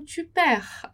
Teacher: A gente não vai pronunciar nem o D e nem o S